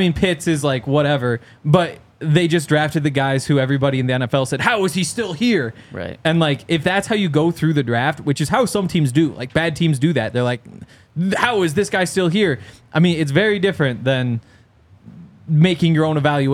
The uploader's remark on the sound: coming to you LIVE from the DNVR Bar